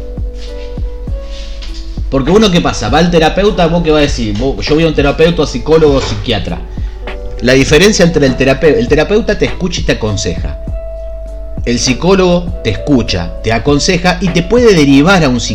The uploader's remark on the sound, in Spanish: Pedimos disculpas por los inconvenientes del Audio